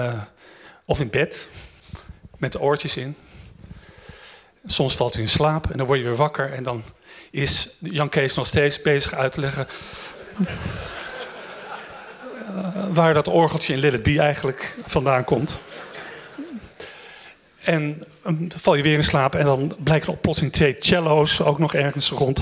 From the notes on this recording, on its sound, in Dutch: Op 11 maart 2023 vierden wij ons 10-jarig jubileum met een live event in het gebouw van Beeld & Geluid in Hilversum.